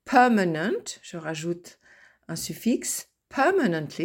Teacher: il y a des suffixes qui n'affectent pas la position, donc nous allons retrouver l'accent tonique en première syllabe